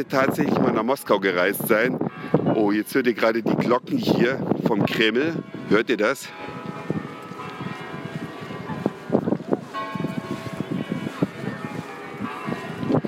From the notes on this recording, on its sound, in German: Live unterwegs in der Stadt Roter Platz und Kreml, Gorki Park, GUM, TV-Aufzeichnungen, Waterjets Moskau bei Nacht.